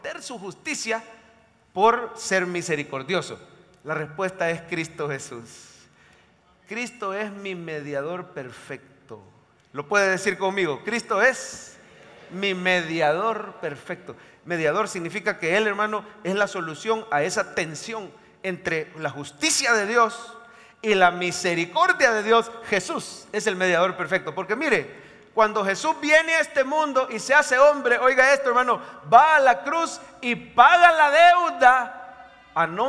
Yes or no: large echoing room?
yes